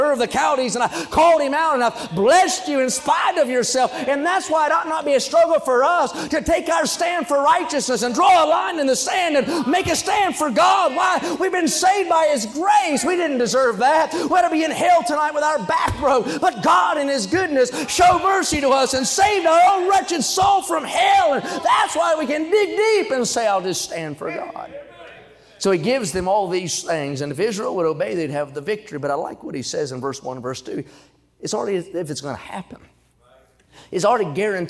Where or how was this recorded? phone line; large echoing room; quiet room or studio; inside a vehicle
large echoing room